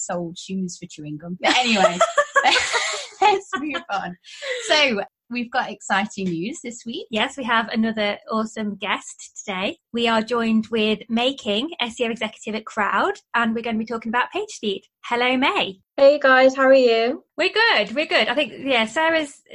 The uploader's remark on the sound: our podcasts usually have a better sound quality but because of an office move we don't have access to our usual equipment.